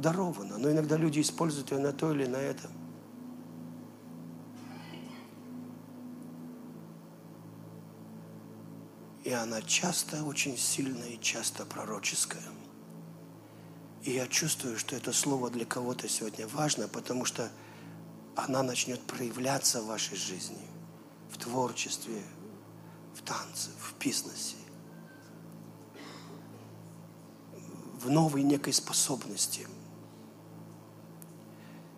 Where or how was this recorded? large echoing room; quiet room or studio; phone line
large echoing room